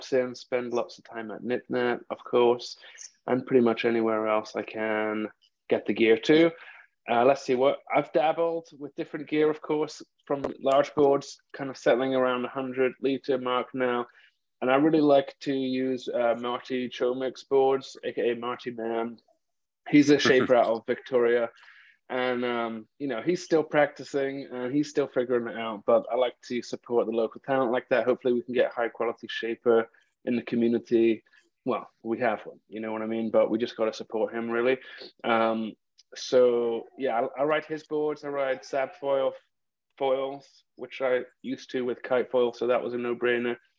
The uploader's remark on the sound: Recorded live on Zoom. This is a round table conversation and the audio quality is not studio quality.